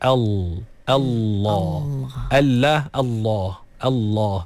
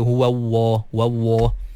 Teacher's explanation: Jadi sebenarnya Allah tu lam. Dia lam. Lam yang tebal. · Shown in: first take · Kan kita sebut al.